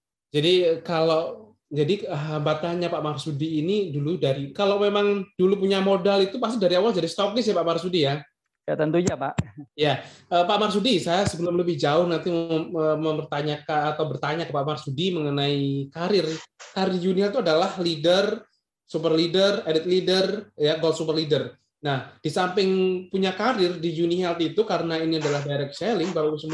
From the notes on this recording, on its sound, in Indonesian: Podcast ini adalah hasil rekaman webinar